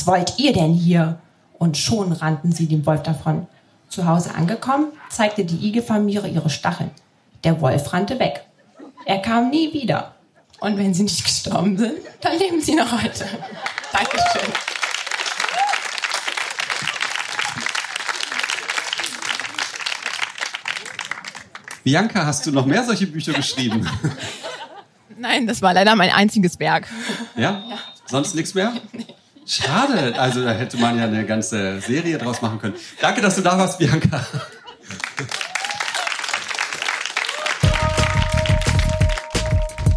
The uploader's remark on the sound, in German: Auswahl der Beiträge von der „texte von gestern“-Liveshow. Im Kulturhaus Insel der Jugend, Berlin. Heißen Dank an das Kulturhaus Insel, unser tolles Publikum.